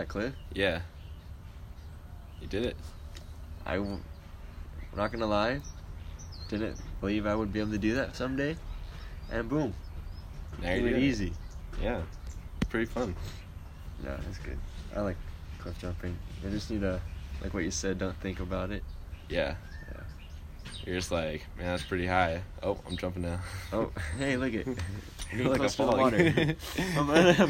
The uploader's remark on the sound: Listen as we sit outside. TERRIBLE WIFI.